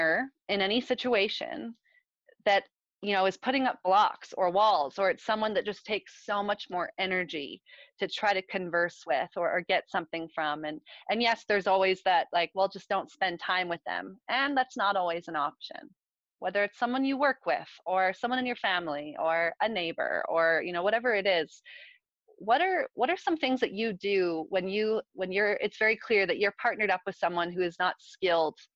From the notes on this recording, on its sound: I meet on zoom